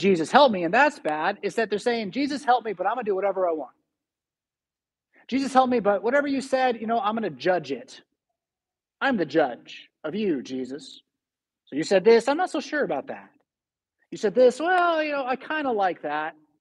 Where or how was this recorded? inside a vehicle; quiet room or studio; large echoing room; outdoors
large echoing room